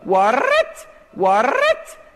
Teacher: You keep getting this word with lots of rolled R's